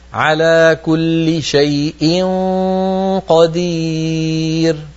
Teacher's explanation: فخم الغنة عند الإخفاء عند القاف